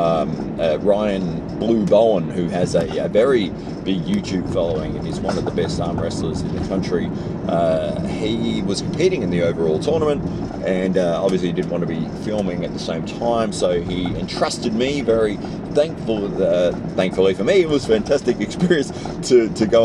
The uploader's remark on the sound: recorded this whilst driving to work so please forgive the indicator sounds